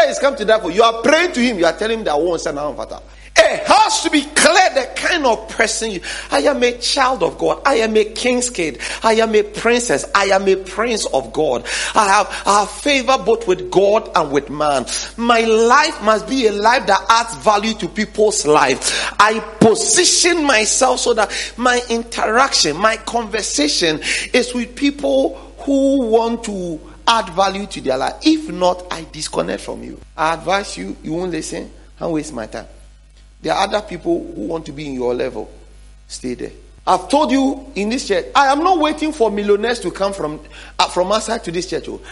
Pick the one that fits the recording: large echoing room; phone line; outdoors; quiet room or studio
large echoing room